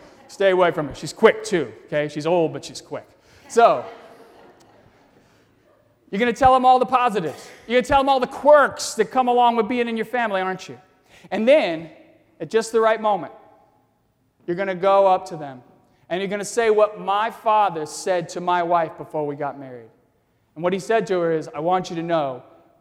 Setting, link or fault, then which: setting, large echoing room